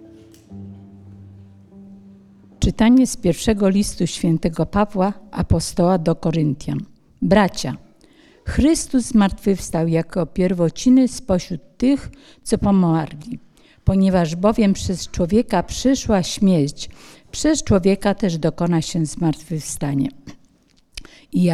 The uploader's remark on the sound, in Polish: Posłuchajcie nagrania dokonanego podczas mszy w dniu Koinonii, w Błotnicy!